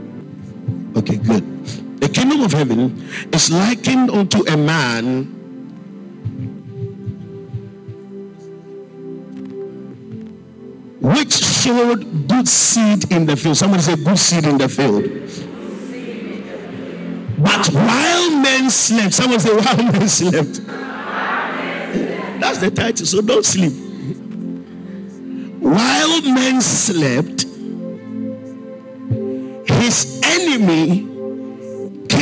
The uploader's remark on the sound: Preached at the Spiritual Emphasis Week (First Quarter) All Night, Calvary Baptist Church, Adabraka